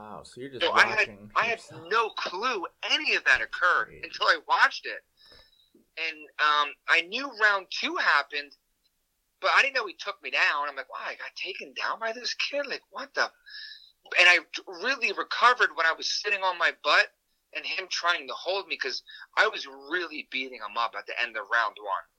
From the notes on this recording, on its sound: On the phone.